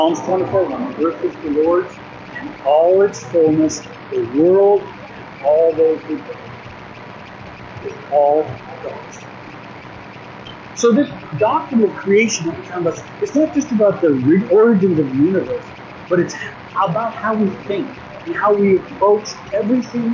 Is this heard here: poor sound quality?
yes